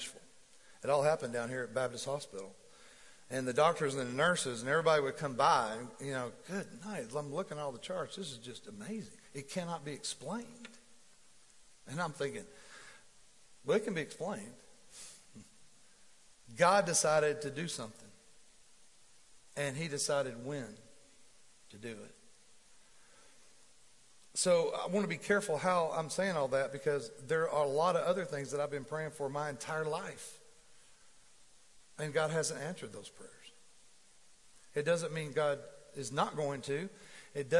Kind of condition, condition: setting, live audience